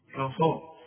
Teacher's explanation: الأول أرقق الكاف وبعدين أفخم الصاد